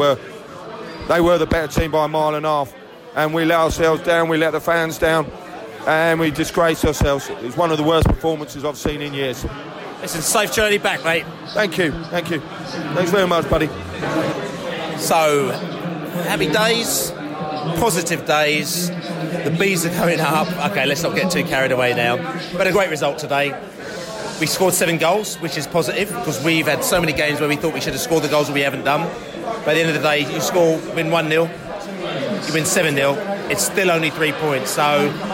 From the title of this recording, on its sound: Post-Match Podcast From The Pub